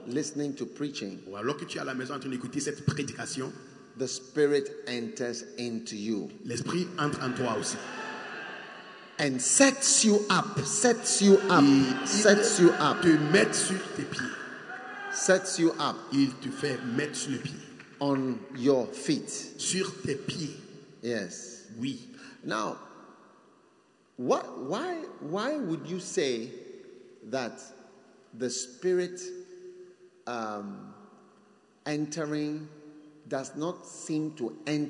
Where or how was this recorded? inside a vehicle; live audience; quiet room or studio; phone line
live audience